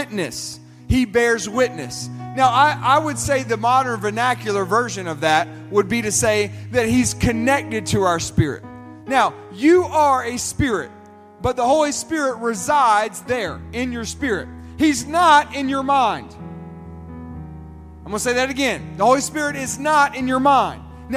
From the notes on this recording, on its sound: This sermon was recorded at Family Worship Center in Columbia, SC on Wednesday, April 19, 2023.